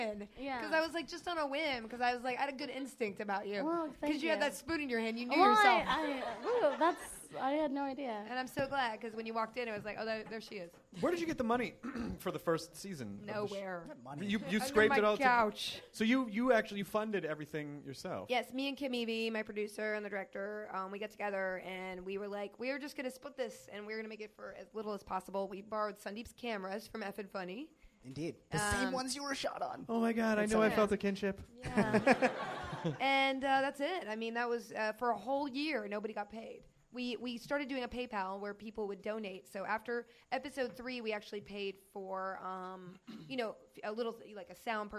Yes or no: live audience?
yes